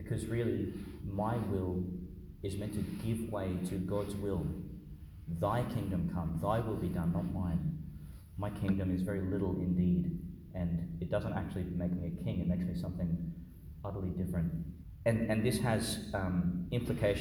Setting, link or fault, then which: setting, large echoing room